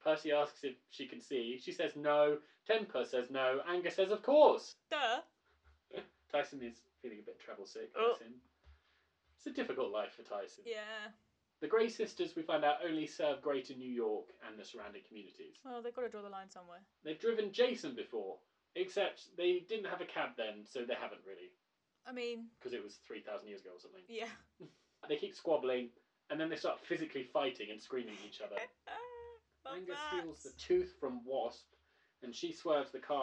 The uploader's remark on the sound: Apologies for the audio quality of this episode. Recording corrupted so we've done our best to salvage it.